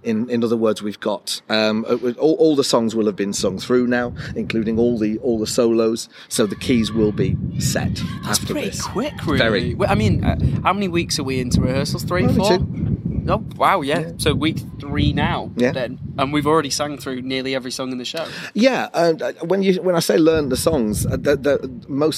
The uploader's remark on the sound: It's the final music rehearsal night before floor rehearsals start. Live in the LBT Courtyard with some backstage interviews.